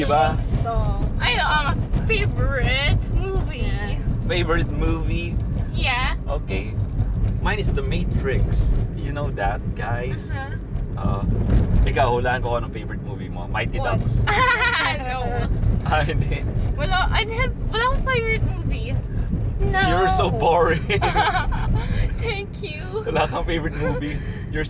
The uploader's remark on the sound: Podcasting In My Car With My Family